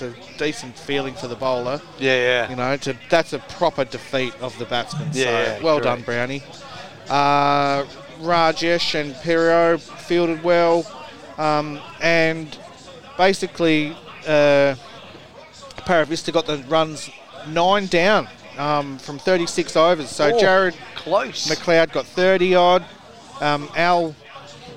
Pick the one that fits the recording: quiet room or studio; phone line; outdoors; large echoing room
outdoors